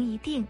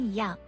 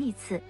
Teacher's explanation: 后面跟第四声时一读第二声 · Term: 一和不的变调